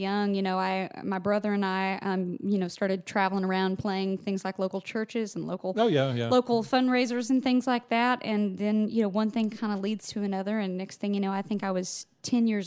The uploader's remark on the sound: from the 2020 30A Songwriters Festival